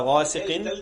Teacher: الغين مفخمة والألف مفخمة